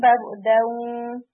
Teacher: 50% نون رہ رہے ہیں اور 50% واؤ آ رہا ہے · Term: ادغام بغنہ ناقص